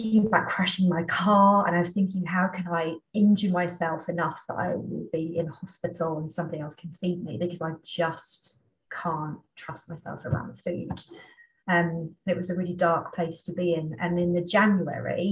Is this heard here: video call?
yes